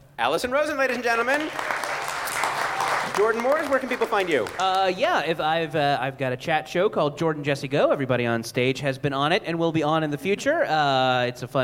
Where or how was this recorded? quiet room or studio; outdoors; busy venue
busy venue